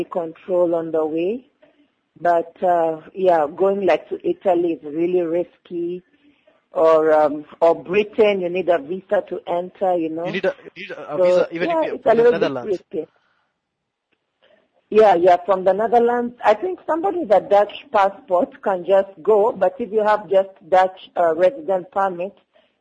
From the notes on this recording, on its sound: When I got on the phone with guest columnist. This podcast was recorded a long time ago, when I got on the phone with guest columnist and African Bulletin writer.